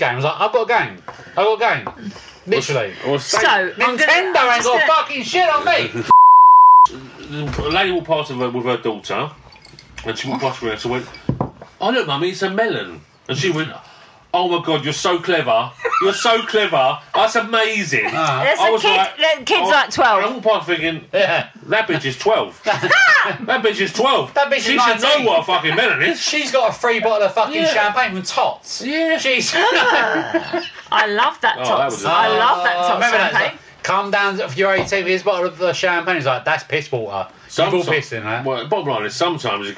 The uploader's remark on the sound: Due to severe alcohol consumption, terrible audio and some content that would see us get sued, we can't publish the whole thing.